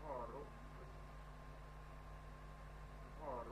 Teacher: Vous avez une espèce de vocoïde qui s'est introduit entre le N et le Ng.